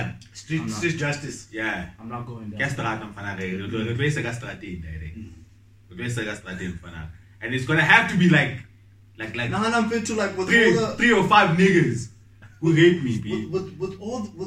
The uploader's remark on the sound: The audio quality is not as clean as usual due to some technical difficulties we have been facing lately.